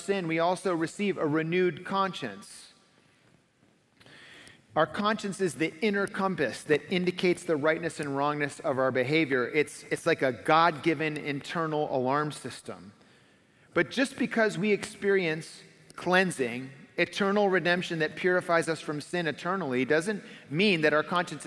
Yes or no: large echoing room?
yes